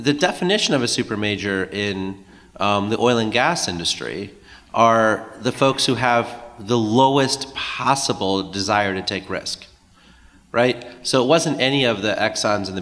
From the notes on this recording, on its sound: Live at MIT. This past week, we recorded a live show at the MIT Energy Conference.